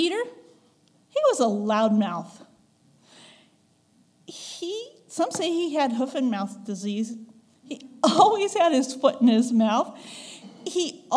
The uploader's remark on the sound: recorded on November 5, 2022, at the Ringgold Seventh-day Adventist Church.